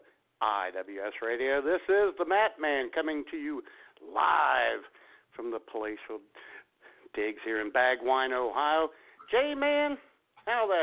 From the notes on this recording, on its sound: Through your phone calls on the Punchline Hotline.